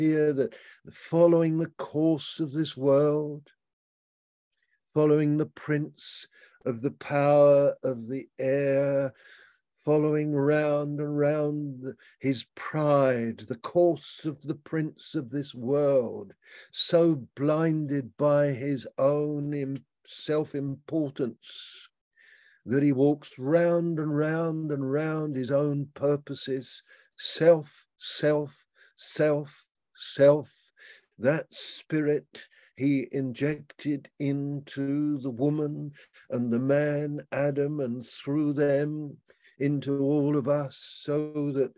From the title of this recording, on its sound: Malaysia Meets (Zoom)